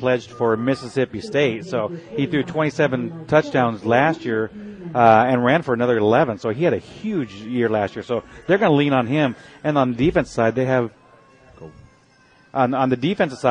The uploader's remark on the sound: Live Remote Broadcast from Dickey's Barbaque Pit - HWY 66& George Bush.